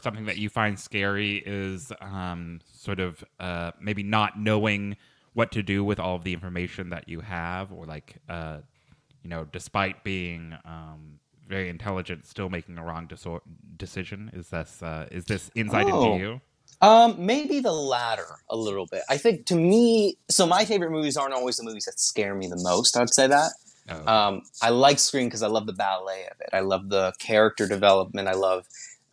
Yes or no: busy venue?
no